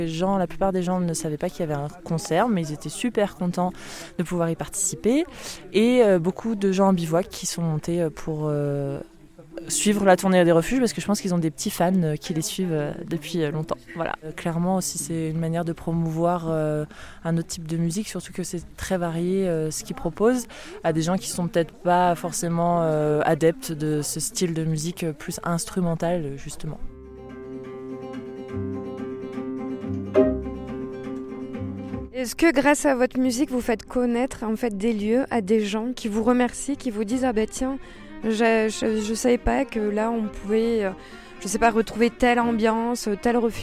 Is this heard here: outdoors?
yes